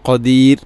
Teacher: ഖദീർ റായിനെ തർഖീഖ് ചെയ്യുക, നേർപ്പിക്കുക